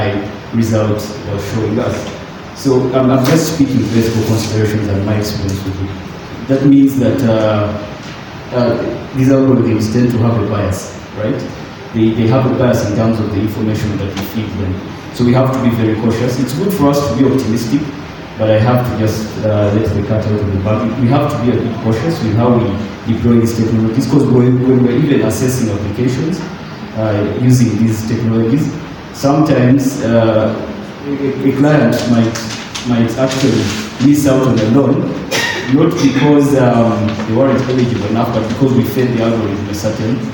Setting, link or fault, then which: setting, live audience